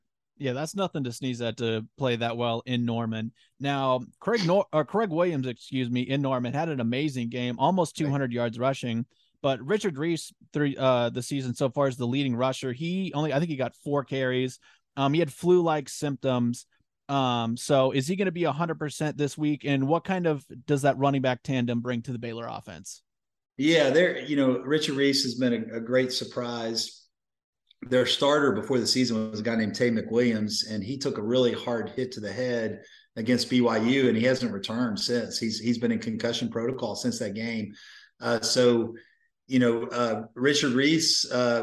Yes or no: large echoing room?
no